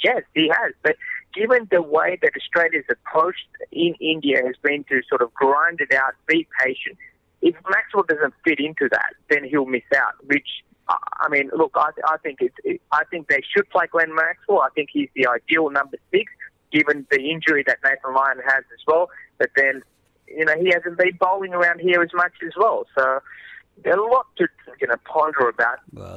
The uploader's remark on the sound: phones in from Ranchi